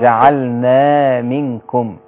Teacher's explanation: الألف اللي بعد النون. حركتين، مد طبيعي.